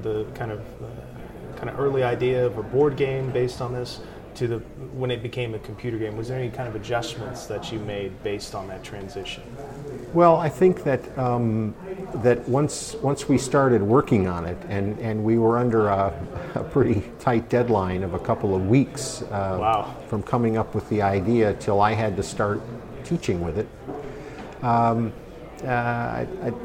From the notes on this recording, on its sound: This episode was recorded at GDC 17.